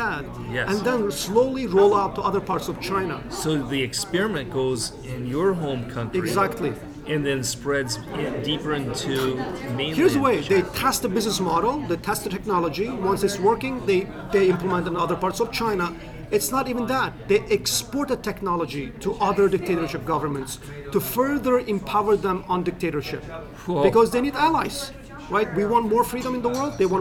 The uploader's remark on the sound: at the International Religious Freedom Conference in the nation’s capital